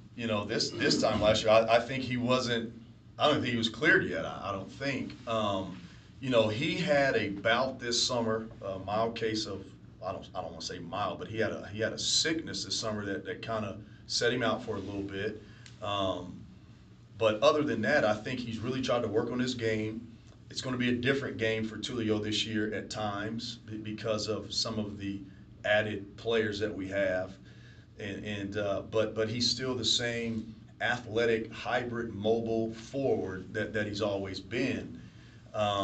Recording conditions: busy venue